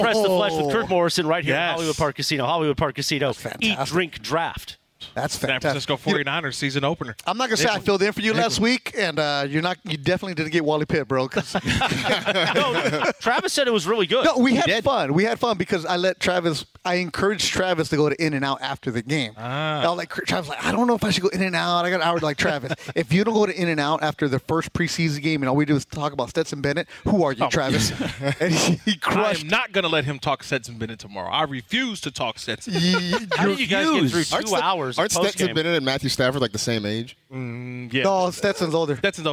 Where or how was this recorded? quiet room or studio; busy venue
busy venue